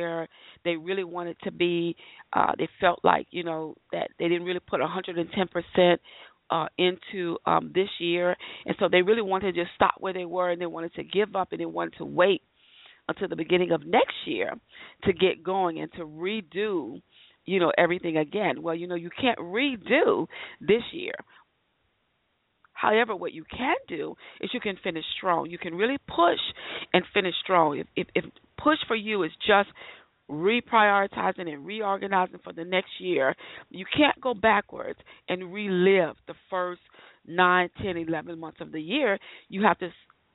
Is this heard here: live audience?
no